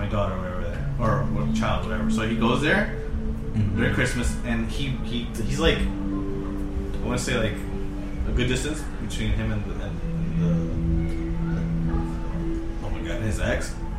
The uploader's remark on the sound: The audio is pretty meh this episode. We're so laid back that nobody could get up to adjust the mic.